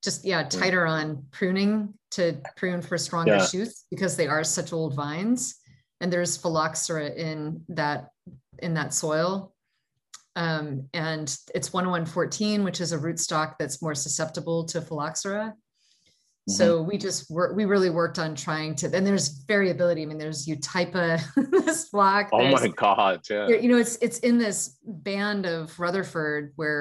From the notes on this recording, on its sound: In this Zoom session